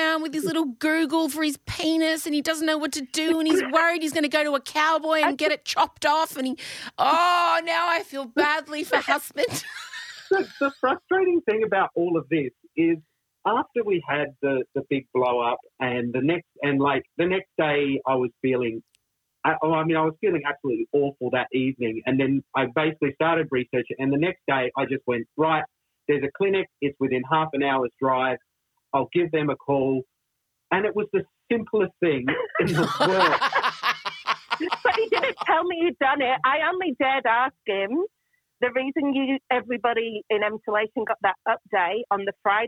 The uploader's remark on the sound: including an appearance on the phone from the question asker and their partner